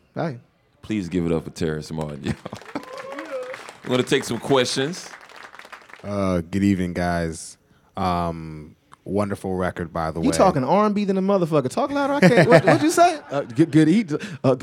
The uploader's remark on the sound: take some questions from the audience